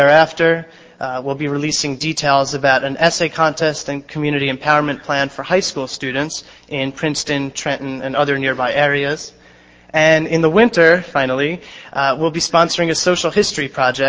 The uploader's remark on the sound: Inaugural lecture of the Millennium Lecture Series, October 8, 1999